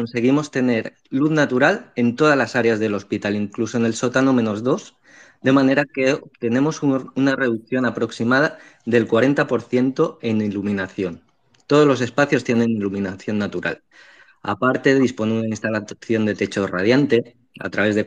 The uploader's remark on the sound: Sala de audio de la SEFH en Twitter (Twitter Spaces)